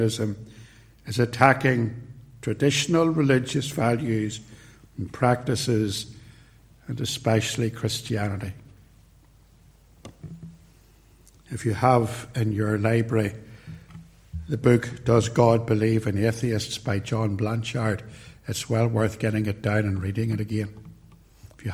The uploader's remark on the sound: recorded at Templepatrick Reformed Church